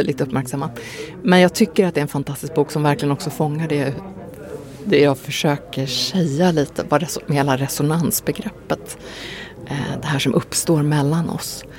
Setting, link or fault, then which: setting, busy venue